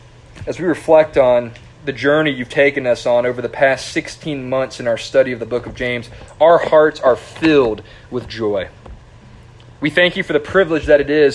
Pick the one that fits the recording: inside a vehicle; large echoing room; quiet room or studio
large echoing room